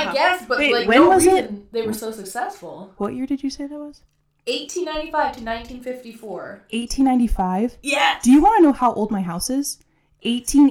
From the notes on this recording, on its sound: audio is rough as this was our first time recording